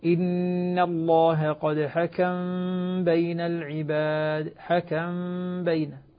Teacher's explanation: فالميم بقيت موجودة واضحة، نسكنها ثم نخفيها عند الباء · Term: الإخفاء الشفوي